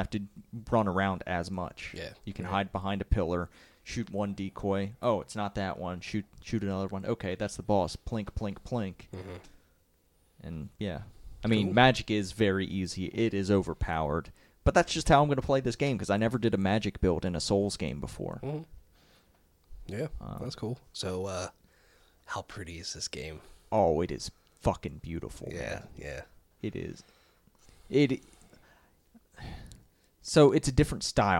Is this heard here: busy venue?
no